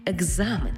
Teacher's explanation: Тому що на початку в цьому слові стоїть глухий звук «к», а далі дзвінкий «з». А ми вже з вами проговорили раніше, що глухий звук поруч із дзвінким шукає собі дзвінку пару.